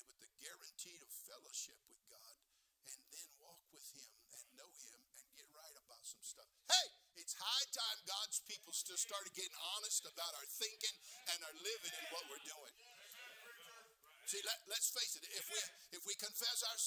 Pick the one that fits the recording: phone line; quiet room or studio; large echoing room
large echoing room